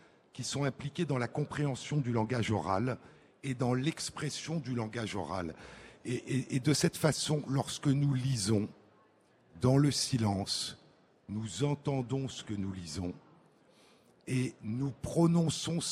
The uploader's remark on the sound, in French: en direct à Livre Paris